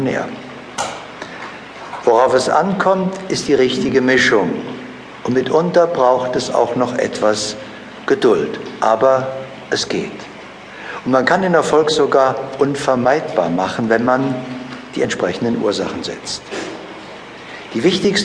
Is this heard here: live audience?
yes